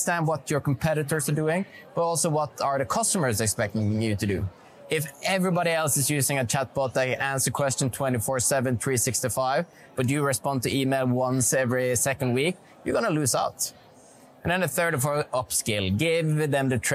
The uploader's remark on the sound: We get an exclusive insight on the live atmosphere from Oslo Business Forum 2023.